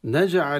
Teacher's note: القلقلة في الجيم قلقلة صغرى، لا يخفى علينا أن الحروف القلقلة هي خمسة ومن ضمنها الجيم.